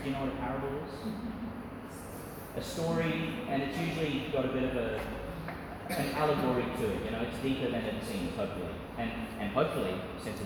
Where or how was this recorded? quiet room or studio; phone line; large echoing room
large echoing room